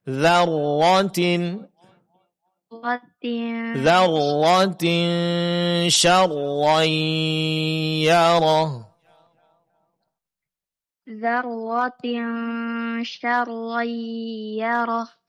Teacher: Ya, kemudian tasydid pada huruf ra di dua kata, dzarratin syarra. Ini dijelaskan tasydidnya dengan sedikit memberikan tekanan pada makhraj huruf ra-nya.